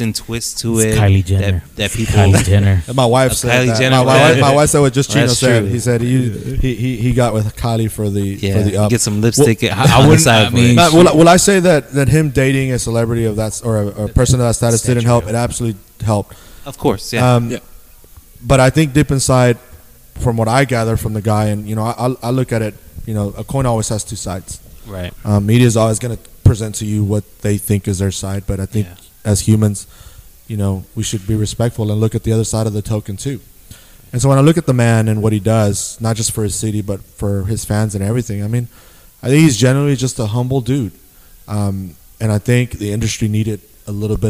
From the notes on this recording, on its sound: This week we are on location with one of the newest shoe and fashion stores located in Downtown San Angelo, TX, Publik Hype.